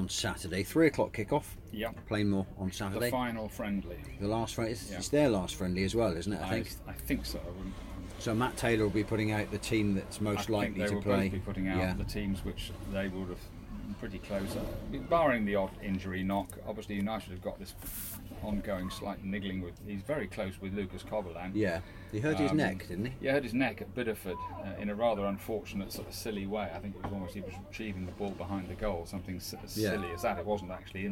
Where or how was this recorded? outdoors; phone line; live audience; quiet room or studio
outdoors